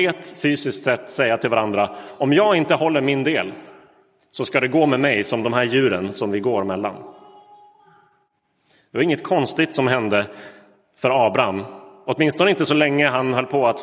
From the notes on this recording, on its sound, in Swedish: Inspelad i Roseniuskyrkan den 23 oktober 2022.